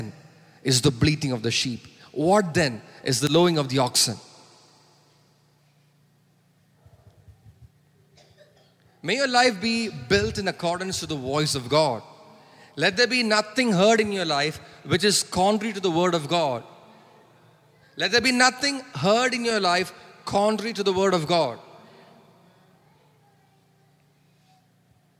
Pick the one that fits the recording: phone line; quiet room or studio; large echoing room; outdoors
large echoing room